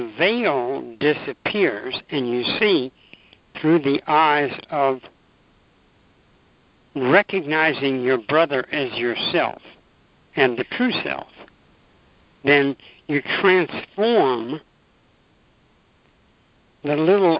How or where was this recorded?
phone line